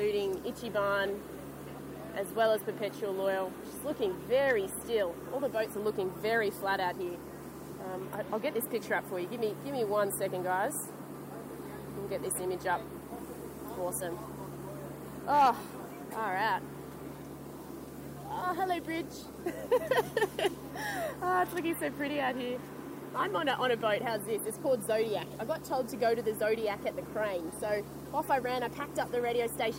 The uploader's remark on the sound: In this episode we have the commentary of the Land Rover Sydney Gold Coast Yacht Race 2014 start. This was streamed live direct from Sydney Harbour on the CYCA media boat.